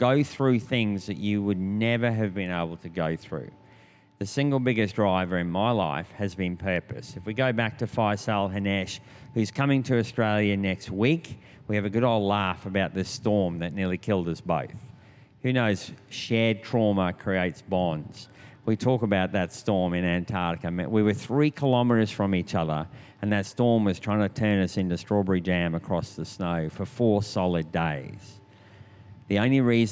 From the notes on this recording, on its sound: This was recorded in our 5pm service on Sunday.